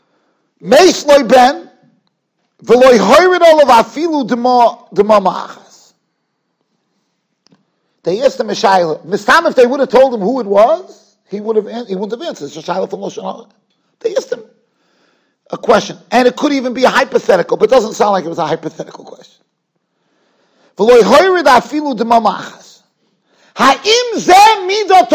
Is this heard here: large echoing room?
yes